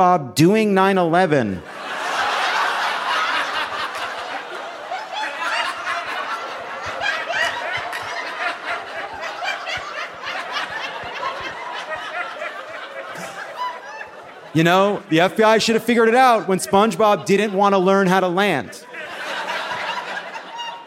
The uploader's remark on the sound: Live from Chattanooga!